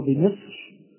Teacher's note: هذه الراء دائرة بين التفخيم والترقيق، ولكن التفخيم أولى